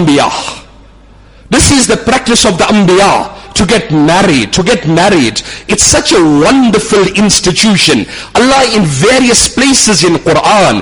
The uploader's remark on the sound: Jumuah lecture at Umhlanga Masjid